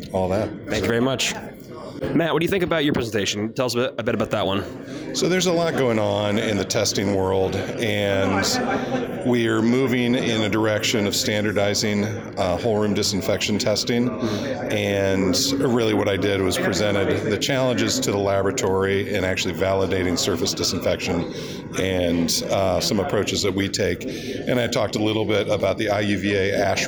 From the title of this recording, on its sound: Live at IUVA Americas 2022